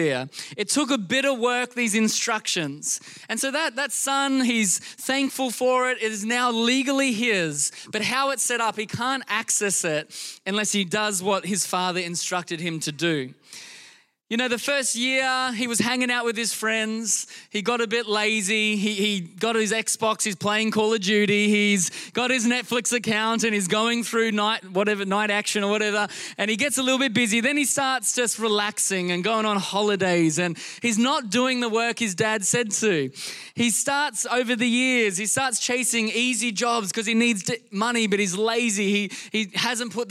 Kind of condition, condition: setting, large echoing room